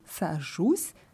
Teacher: Und hier haben wir in der Ich-Form die Betonung auf der Endung U